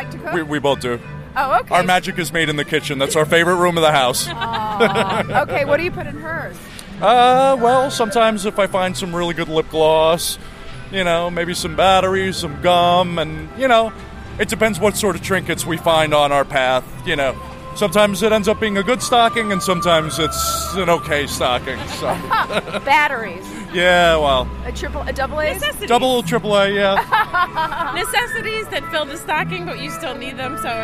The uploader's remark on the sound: talks to shoppers outside of Macy's and takes a tour of the gag gift section at Urban Outfitters